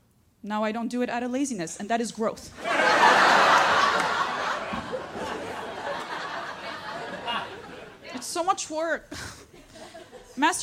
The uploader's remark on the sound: all while keeping the audience in stitches